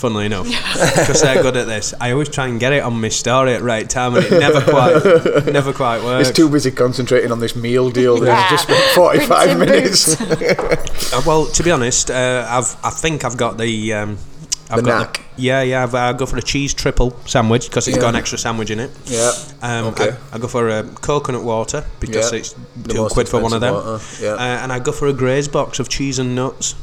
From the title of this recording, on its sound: Live from store